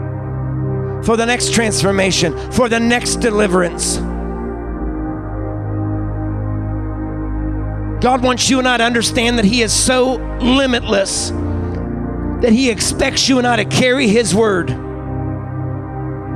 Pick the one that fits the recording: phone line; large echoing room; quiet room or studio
large echoing room